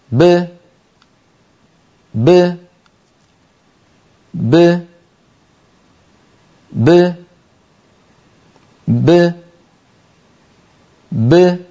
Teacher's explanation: باء ساكنة مقلقلة تخرج بتباعد الشفتين دون تباعد الفكين دون تباعد الفكين.